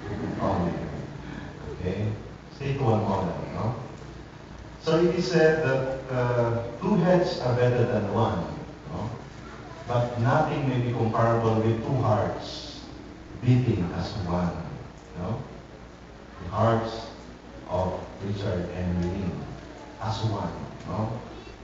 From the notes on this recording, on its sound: Recorded on October 3, 2010 at Don Bosco Batulao's Chapel On The Hill.